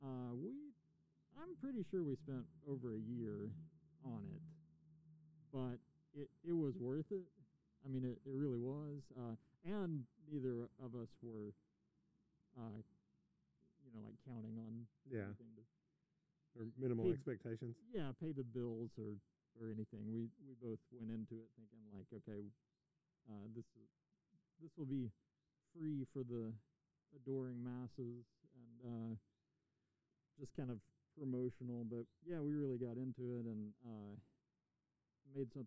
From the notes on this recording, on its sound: We had a fun chat in his driveway in front of his studio, the weather was nice, some bird noises snuck in on me which is cool